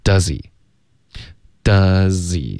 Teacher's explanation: H 的音听不见，直接连到前面的 z 音了